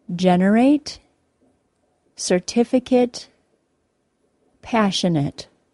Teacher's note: It is always stressed on the third to last syllable.